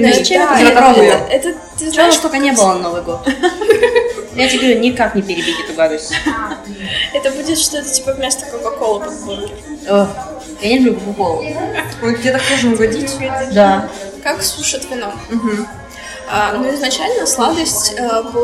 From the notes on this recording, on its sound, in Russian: Кофейня Характер (спасибо им за локацию!) слишком прекрасна и помимо нас там были еще посетители. Именно по этой причине звук не идеален.